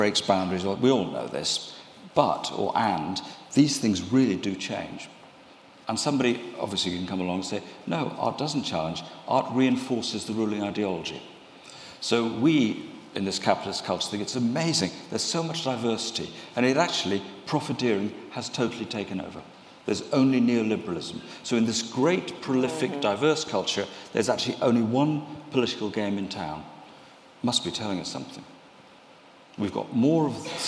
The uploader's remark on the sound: In this panel discussion recorded in the RA's Benjamin West Lecture Theatre.